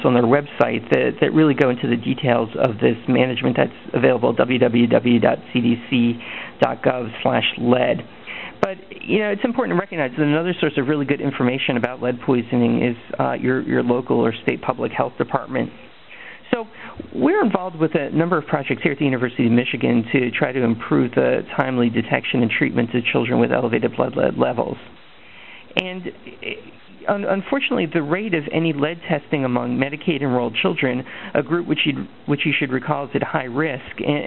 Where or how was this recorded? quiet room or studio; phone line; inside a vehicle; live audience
phone line